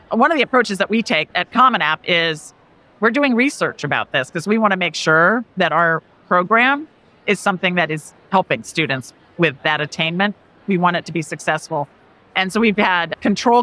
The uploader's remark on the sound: a conversation from the 2023 NACAC Conference